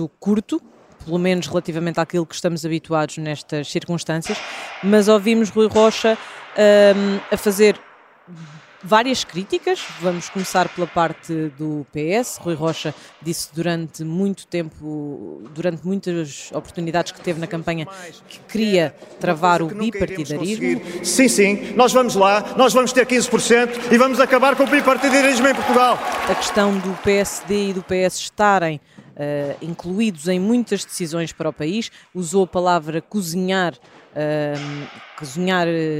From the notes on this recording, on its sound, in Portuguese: Uma edição especial gravada no Centro de Congressos de Lisboa